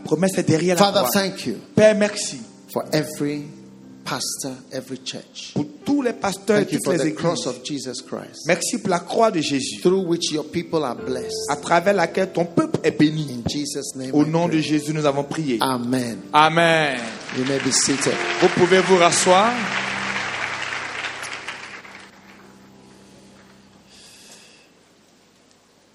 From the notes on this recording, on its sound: Preached at a Healing Jesus Campaign Pastors' conference in Abidjan, Cote d'ivoire